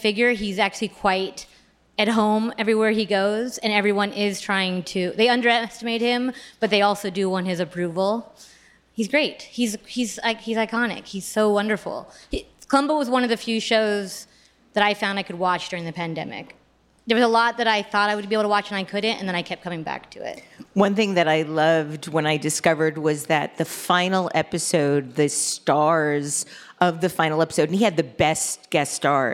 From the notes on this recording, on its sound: joins LIVE at the 2022 On Air Fest